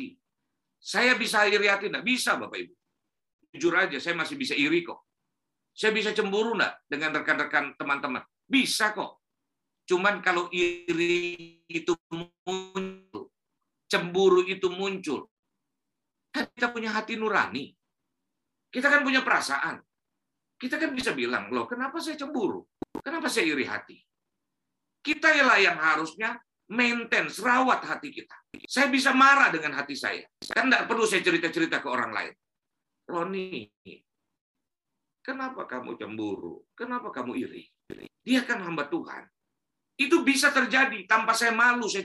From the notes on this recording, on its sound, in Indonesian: Rekaman khotbah Ibadah GerBang Pagi